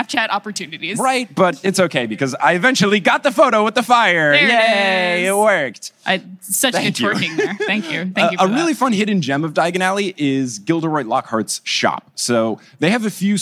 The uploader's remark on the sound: Live from Podcast Movement 19 in Orlando, FL